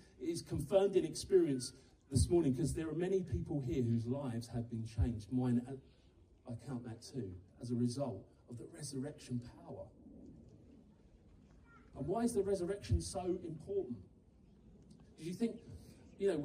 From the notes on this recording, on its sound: live up at the Garden Stage in the grounds of Oak Hall Manor